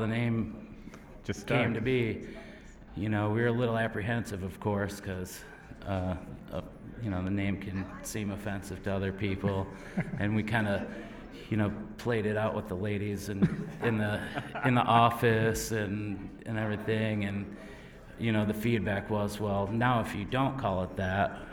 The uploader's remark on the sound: Flying Dog Brewery LIVE! Visit Flying Dog Brewery in Frederick, Maryland.